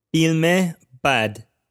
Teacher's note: we link the two using the sound e, the ezafe